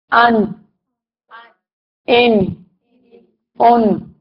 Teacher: नून का मखरज जो है वो लाम के मखरज से जरा नीचे होता है